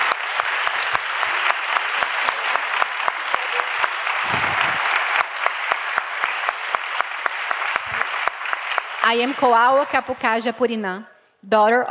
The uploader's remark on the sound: This audio file is an excerpt from ChangeNOW 2022, The World's largest event for the planet, held May 19-21.